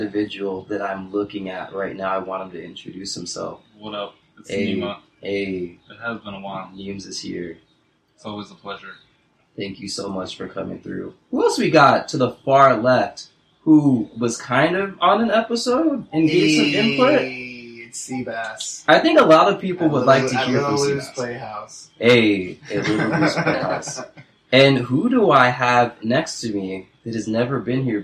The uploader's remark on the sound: That crispy clean sound you were used to, is not a go for this pod ep.